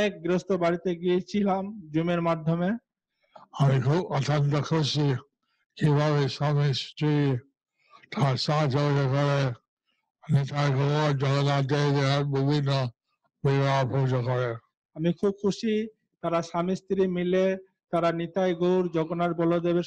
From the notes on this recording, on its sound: Zoom Session